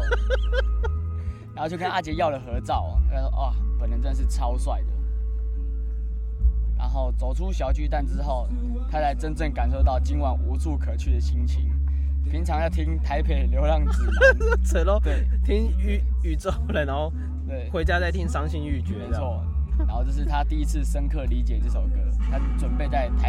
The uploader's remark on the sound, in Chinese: 野外錄出。在意音質者請注意！！！！錄音來自2020年漂遊者音樂祭現場收音。